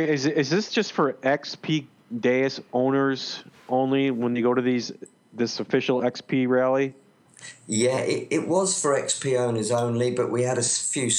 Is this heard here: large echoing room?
no